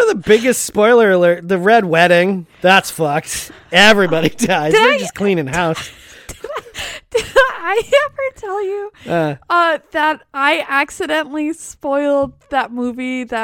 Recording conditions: inside a vehicle